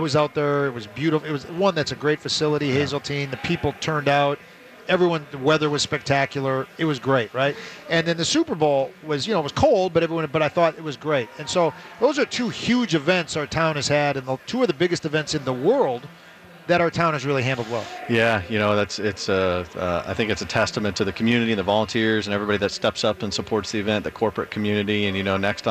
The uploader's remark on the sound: live from the Venture Bank Minnesota Golf Show